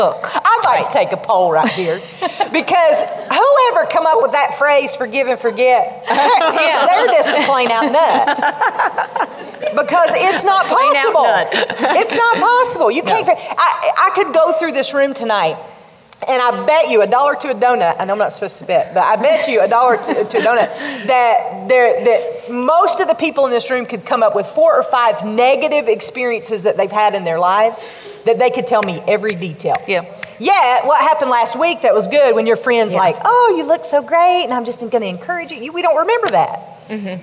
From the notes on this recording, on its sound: This episode was taped at the Girl Talk Live! Event in Hickory, NC.